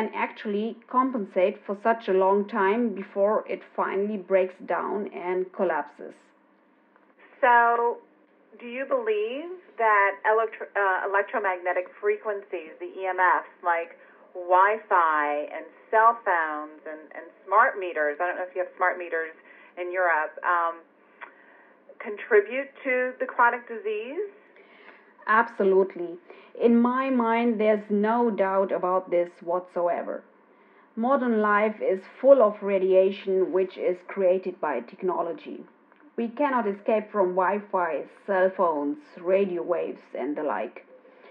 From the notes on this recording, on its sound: Joined her by phone from Germany.